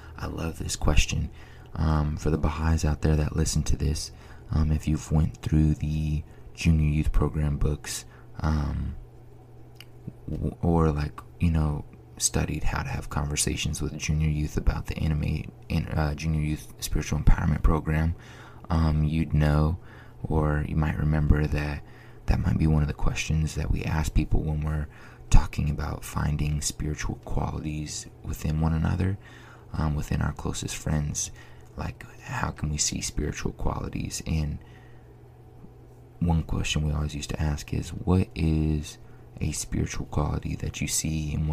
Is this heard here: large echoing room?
no